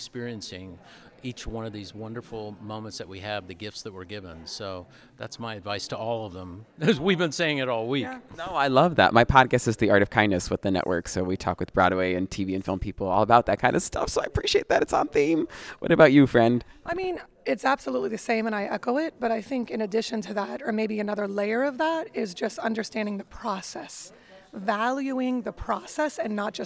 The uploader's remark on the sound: Inside Jimmy Awards 2023 Rehearsals. LIVE inside rehearsals for the 2023 Jimmy Awards (The National High School Musical Theatre Awards) at The Juilliard School in New York City.